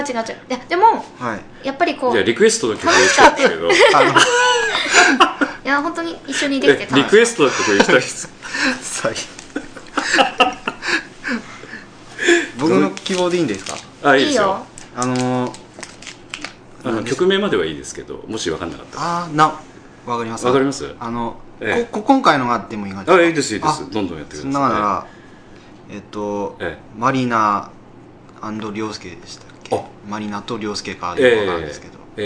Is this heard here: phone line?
no